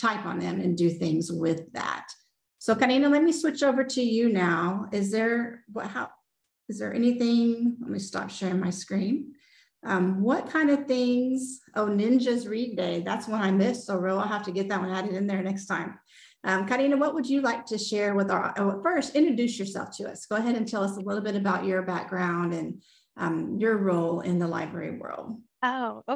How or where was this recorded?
video call